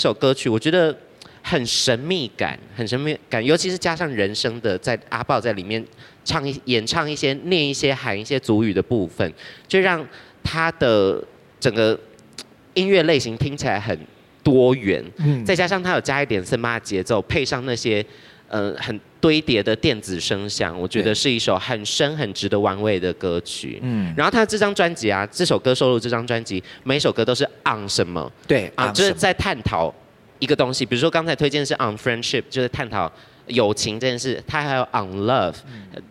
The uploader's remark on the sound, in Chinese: 特別版現場錄音